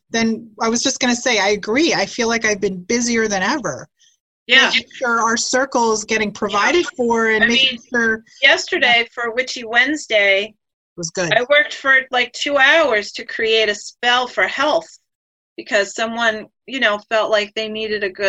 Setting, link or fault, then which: link, video call